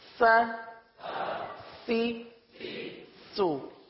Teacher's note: سا میں سانس جاری ہوتا ہے، سین میں آواز جاری ہوتی ہے، سا میں سیٹی کی آواز نہیں نکلتی، سین میں سیٹی کی آواز نکلتی ہے